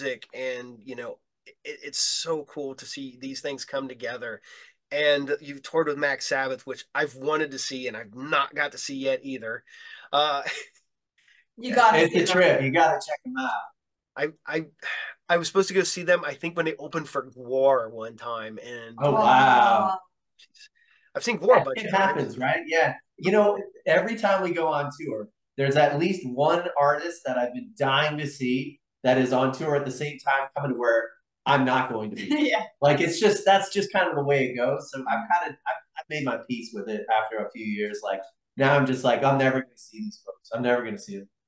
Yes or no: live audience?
no